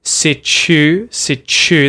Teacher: No, there's something going on called assimilation here, where the U sound after the first T combines with the T to get this ch